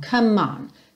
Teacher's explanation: lembra aqui de juntar o come no on, porque o E do come não é pronunciado